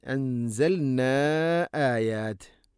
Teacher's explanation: മദ്ദിൻ്റെ അക്ഷരമായ അലിഫിന് ശേഷം ഹംസ വേറെ പദത്തിലാണ്. മദ് മുൻഫസിൽ എന്നാണ് പറയുക. 4-5 ഹർക്കത്ത് വരെ നീട്ടാം എന്നുള്ളതാണ്. മദ് മുൻഫസിൽ ജായസ, നീട്ടാം എന്നുള്ളതാണ്.